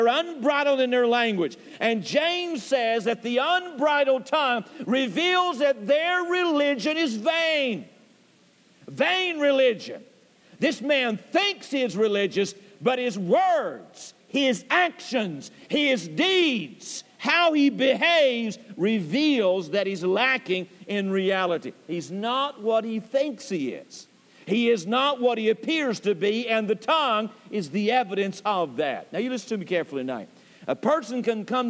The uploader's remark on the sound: Temple Baptist Church Archive Podcast. During the PM service.